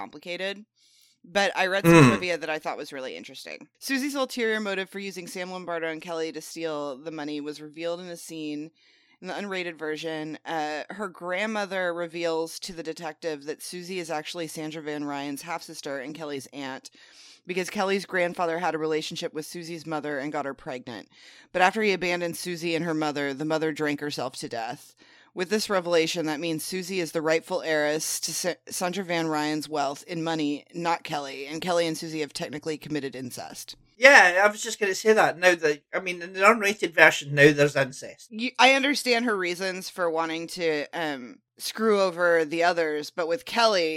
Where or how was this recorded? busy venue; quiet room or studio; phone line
quiet room or studio